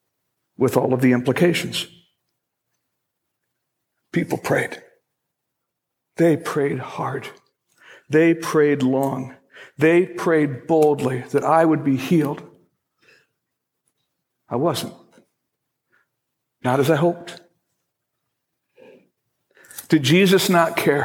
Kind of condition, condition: setting, large echoing room